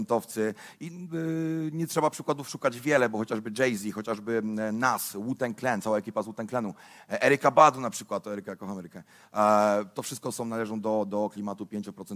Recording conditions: live audience